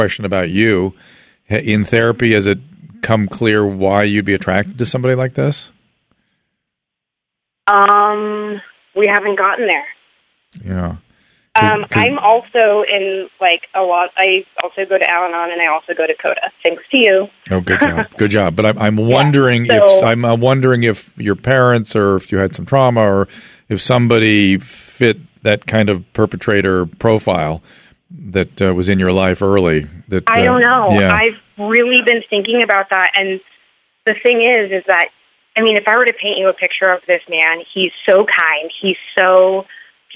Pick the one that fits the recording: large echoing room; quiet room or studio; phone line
phone line